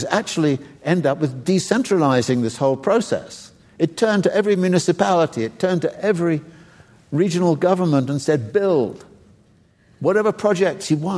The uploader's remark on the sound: Recorded at the Lensic Theater in Santa Fe, New Mexico on October 24, 2018.